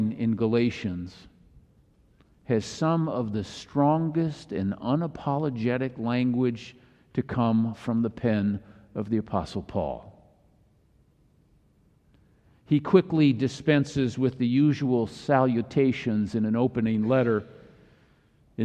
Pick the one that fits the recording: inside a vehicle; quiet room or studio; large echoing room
large echoing room